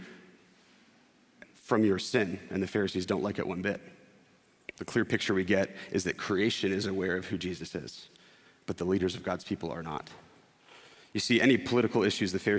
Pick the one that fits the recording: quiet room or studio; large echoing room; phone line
large echoing room